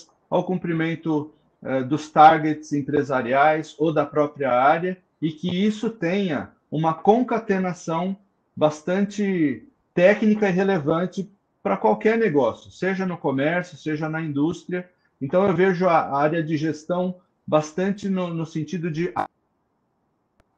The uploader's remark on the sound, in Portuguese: Esta é a gravação da live